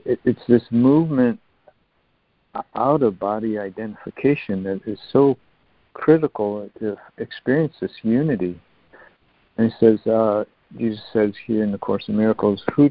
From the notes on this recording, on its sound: ACIM Daily Conference Call.